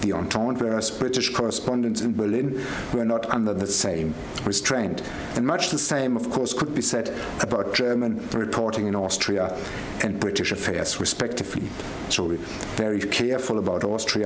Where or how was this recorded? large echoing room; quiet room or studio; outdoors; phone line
large echoing room